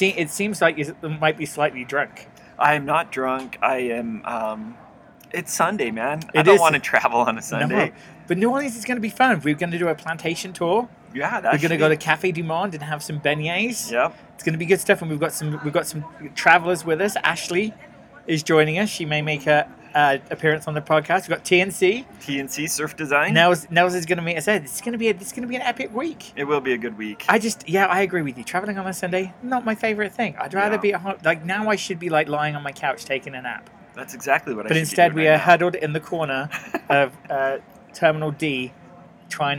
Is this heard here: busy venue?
yes